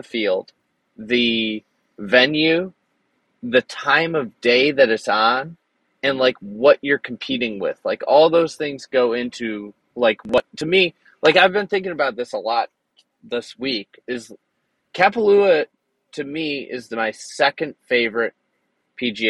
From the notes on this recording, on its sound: We did not have to wait long this year for some sort of recording hurdles. Forced to record on his phone in the car in a grocery store parking lot due to wifi being knocked out from the storms.